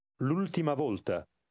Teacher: the first word, with the apostrophe, is pronounced just as if it were all one word